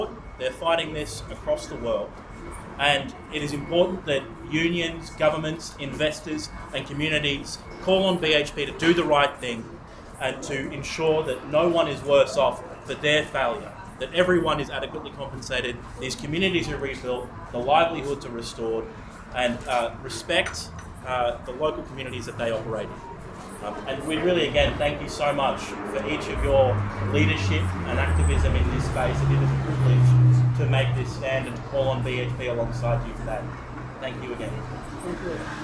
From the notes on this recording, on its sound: This week we bring you recordings from two public events on Collins Street Melbourne that are calling for justice and reparations for those directly impacted by industrial disasters. Visited BHP's global headquarters seeking justice.